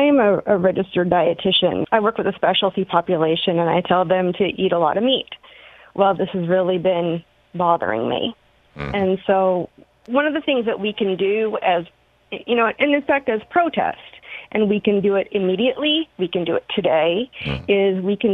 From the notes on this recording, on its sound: Listeners call